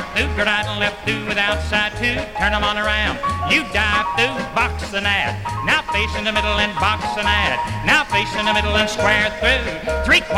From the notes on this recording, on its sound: 1964 Blue Star Jubiliee in Houston, Texas. Square Dance held in the Sam Houston Auditorium.